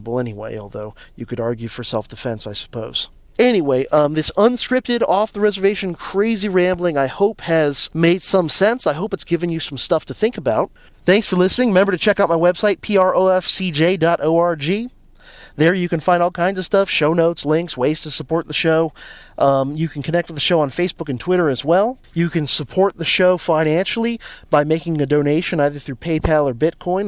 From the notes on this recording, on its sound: This is a guerrilla episode done in the car